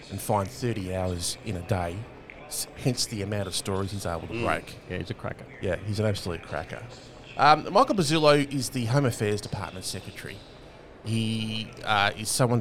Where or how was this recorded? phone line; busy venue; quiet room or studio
busy venue